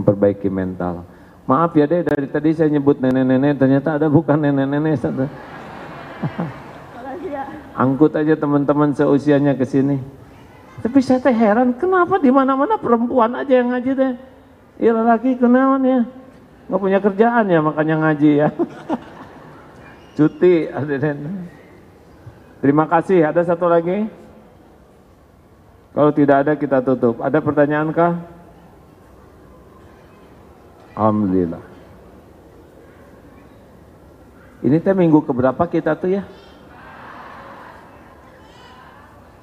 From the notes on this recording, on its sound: live dari Masjid TSM Bandung